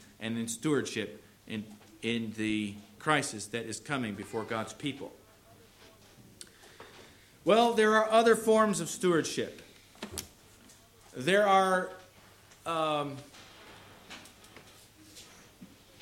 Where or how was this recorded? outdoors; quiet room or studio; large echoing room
large echoing room